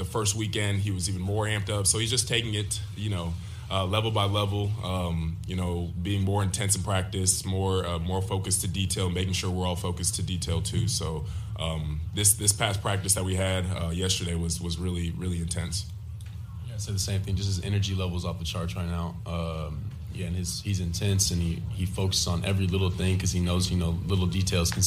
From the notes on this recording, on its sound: press conference audio, all from Chicago, IL